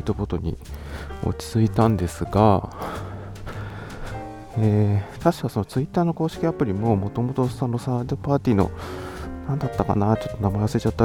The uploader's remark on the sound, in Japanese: 散歩しながらの収録のため、少々荒めの呼吸音はご容赦ください